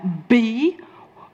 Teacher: Bi is two, labial is a lip. So I'm using two lips, that's the place of articulation to create a B. · Term: bilabial sound